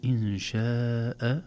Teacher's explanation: المد في كلمة شاء والهمز في نفس الكلمة، ولذلك يسمونه متصل · Term: مد واجب متصل